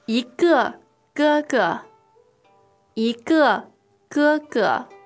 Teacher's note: So what we're contrasting here is the fourth tone for 一个。And the first tones for 哥哥